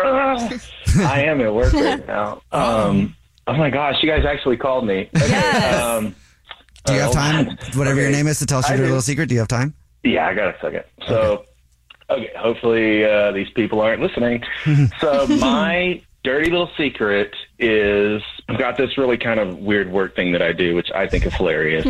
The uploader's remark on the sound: The man on the phone has a Dirty Little Secret that involves his work!